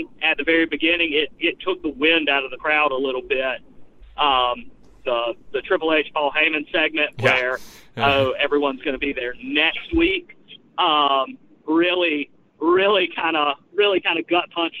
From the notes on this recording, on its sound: They are joined by live callers and an on-site correspondent who detailed crowd reactions.